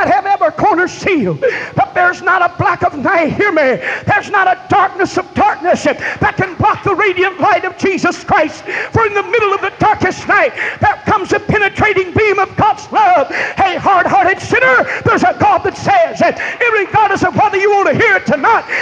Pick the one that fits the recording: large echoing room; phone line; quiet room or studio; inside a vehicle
large echoing room